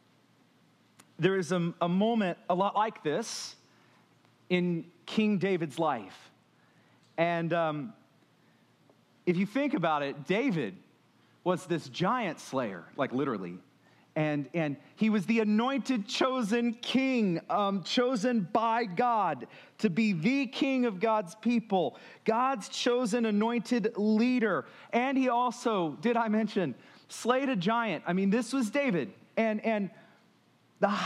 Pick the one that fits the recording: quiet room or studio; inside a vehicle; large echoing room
large echoing room